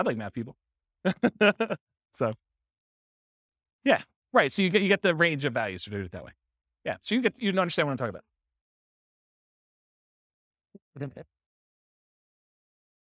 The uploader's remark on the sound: This was a live class recorded